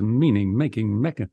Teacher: all with first syllable stress